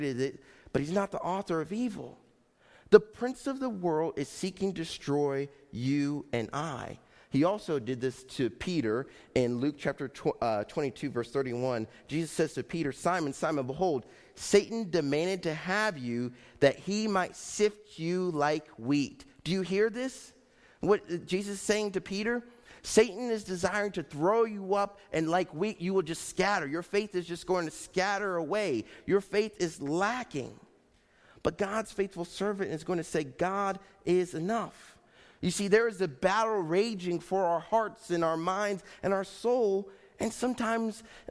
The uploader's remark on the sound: Faith Baptist Church in Hamilton, NJ.